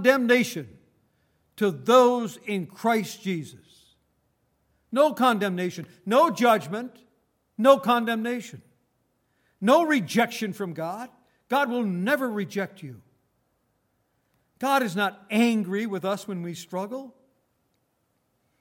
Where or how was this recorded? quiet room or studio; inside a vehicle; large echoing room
large echoing room